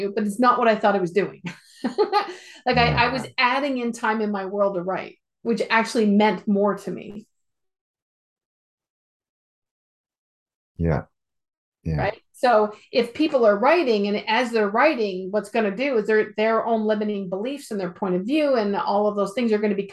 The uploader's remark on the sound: Recording of our Zoom call from Sep 16, 2022.